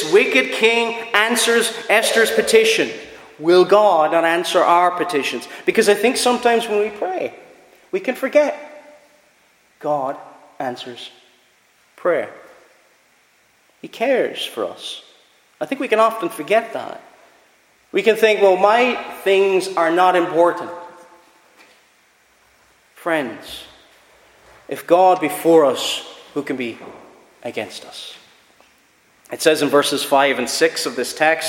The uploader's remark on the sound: Preached at Ballyclare - Doagh Free Church.